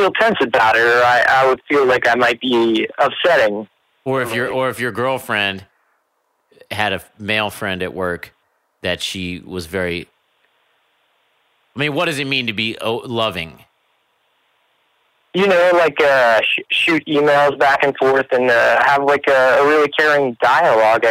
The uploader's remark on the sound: Listeners' Calls.